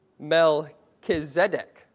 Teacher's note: Okay, Melchizedek, or if we're really technical, you could say Melchizedek. Okay, put the emphasis there on the second to last syllable